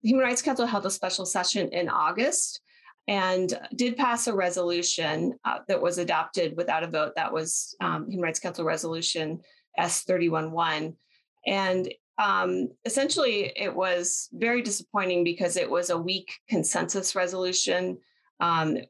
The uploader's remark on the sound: This episode was previously recorded as a virtual event